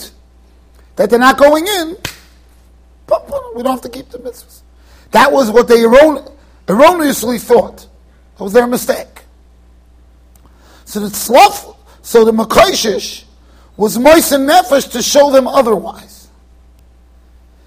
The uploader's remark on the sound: Shiur recorded in Yeshivas Ohr Reuven, Monsey NY.